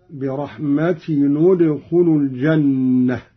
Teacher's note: قرأ قالون بضم أولى الساكنين وهو تنوين التاء